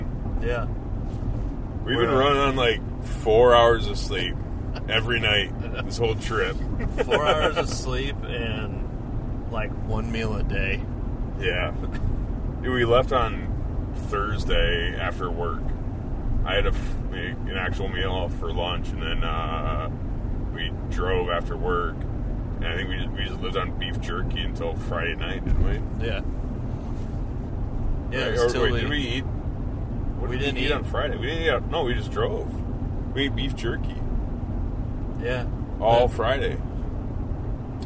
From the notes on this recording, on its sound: This is a South Dakota Prairie Dog recap episode from the truck! There is some road noise in this one but we still had a good time recording it.